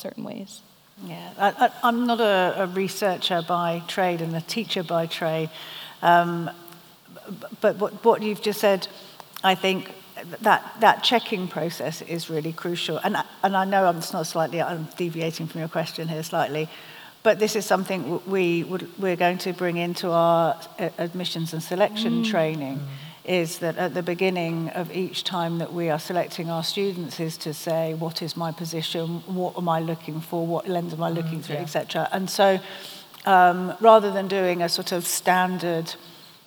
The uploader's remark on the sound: TASME TiME Live at the ASME ASM. We had a pleasure of hosting a special live episode of TASME TiME.